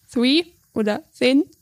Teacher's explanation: Dann das TH, hatte ich ja eben schon mal erwähnt, ist als TH, diesmal das Stimmlose, wie zum Beispiel in Three oder Thin. Da müsst ihr eben schauen, dass eure Stimmlippen nicht vibrieren.